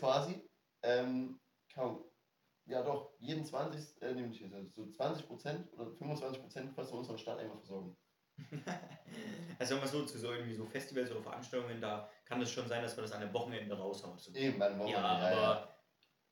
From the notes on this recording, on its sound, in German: hatte deshalb keinen guten Klang, deshalb haben wir auf den einfachen Handyton zurückgegriffen.